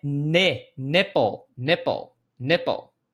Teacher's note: Esse I aqui tem um som de E.